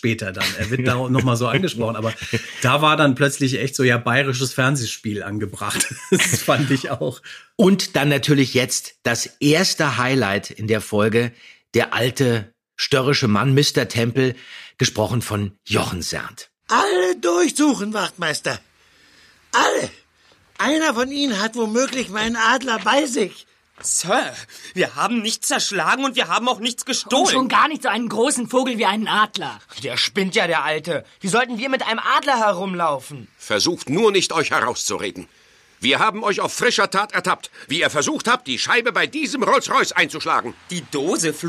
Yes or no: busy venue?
no